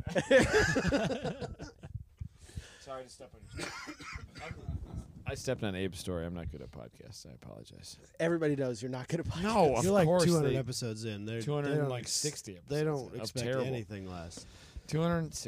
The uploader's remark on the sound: Crazy Weather at #GRIDLIFE Midwest. At Gingerman raceway.